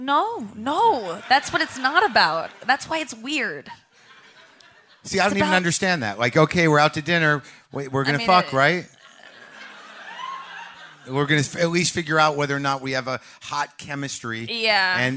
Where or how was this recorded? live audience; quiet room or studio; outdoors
live audience